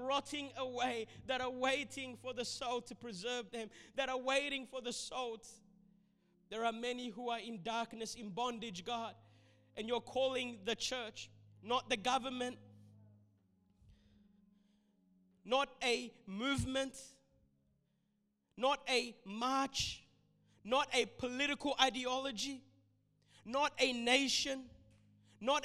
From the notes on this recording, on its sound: This sermon was recorded at Revive Church on the 7th of March 2021